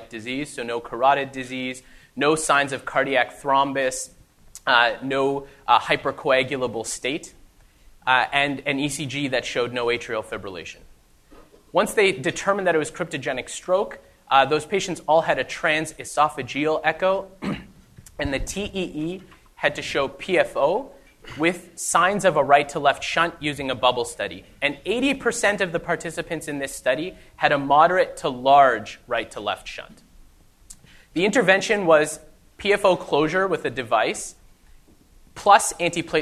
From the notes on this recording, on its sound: the first part of the live recording